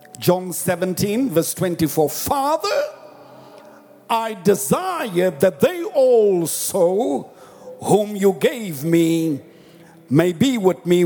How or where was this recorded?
live audience